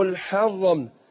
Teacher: والحر يبقى الحاء مرققة والراء مفخمة